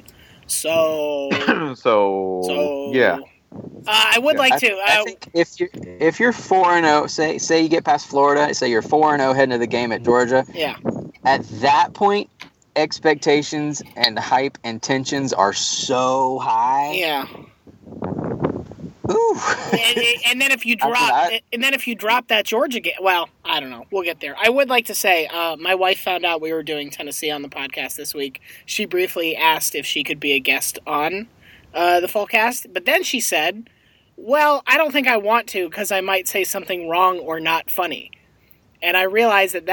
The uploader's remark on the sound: He's in a car, which sounds way better than you expect it to, really.